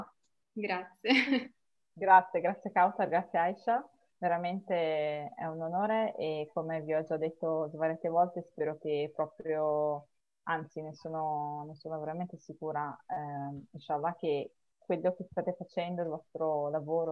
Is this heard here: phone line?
no